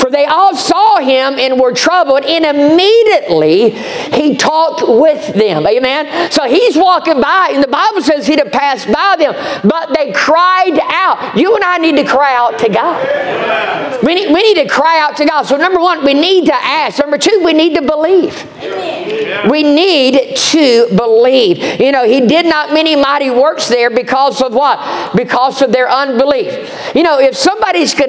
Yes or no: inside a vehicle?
no